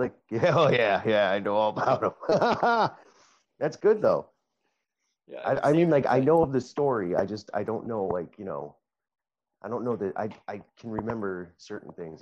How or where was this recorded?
video call